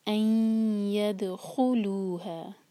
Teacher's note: دال ساکن کے بعد خا، دال پر قلقلہ اور خو پر زور. ان یدخلوها، اگر یہاں رکیں گے تو ہا ہم دو حرکہ کھینچیں گے، ورنہ یہ ہے چار حرکہ مد منفصل.